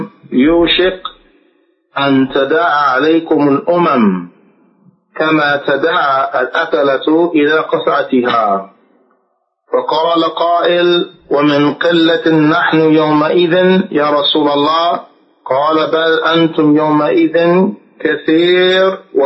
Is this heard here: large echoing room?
yes